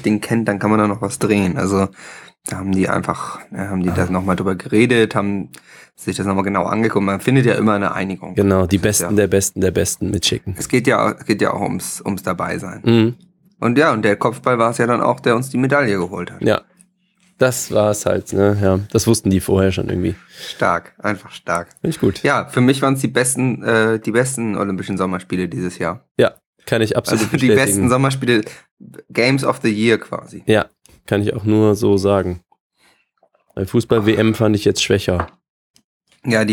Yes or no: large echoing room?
no